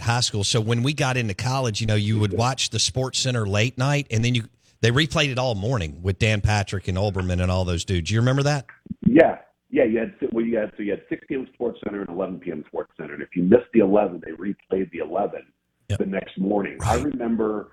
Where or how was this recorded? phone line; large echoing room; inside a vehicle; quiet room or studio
phone line